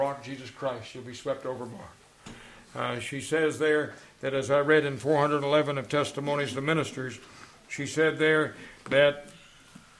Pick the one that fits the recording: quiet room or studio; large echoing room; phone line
large echoing room